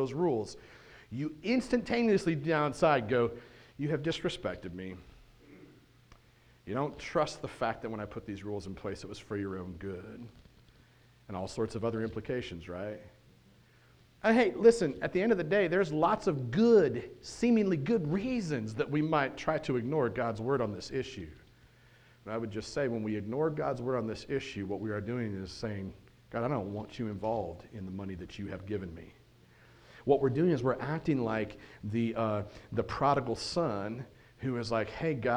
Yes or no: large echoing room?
yes